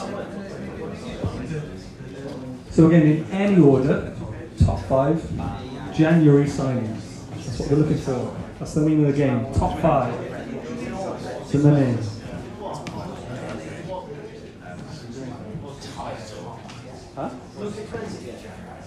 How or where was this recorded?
busy venue